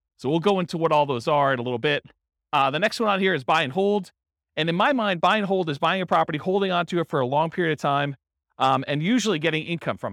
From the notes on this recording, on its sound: This was a live class recorded